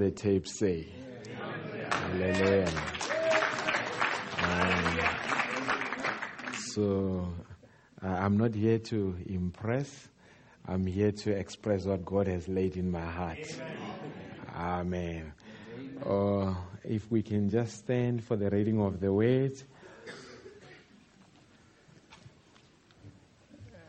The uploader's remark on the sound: Preached At The Country Tabernacle